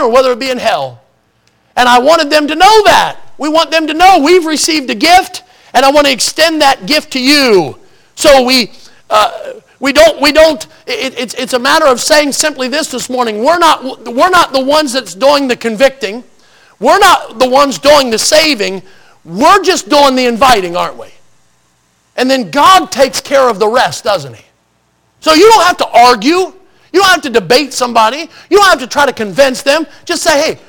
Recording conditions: large echoing room